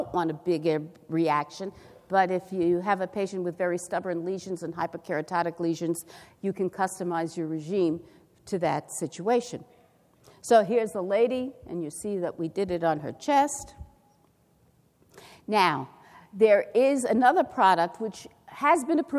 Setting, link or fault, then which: setting, live audience